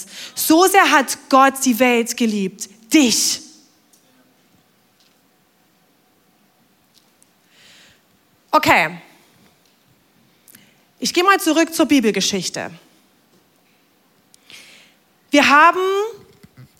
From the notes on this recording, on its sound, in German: Audiomitschnitt der Predigt vom 23.